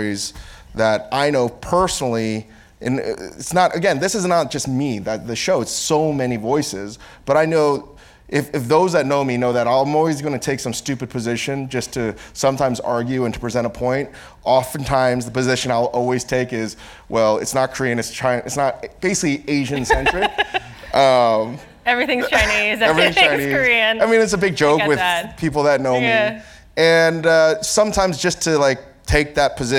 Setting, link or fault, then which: setting, live audience